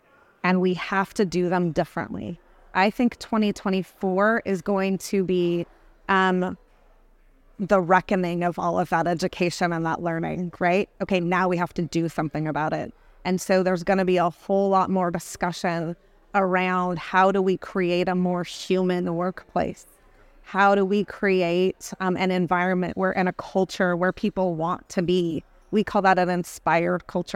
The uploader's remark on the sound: In this episode recorded at the recent Dental Trade Alliance meeting. Recorded at DTA.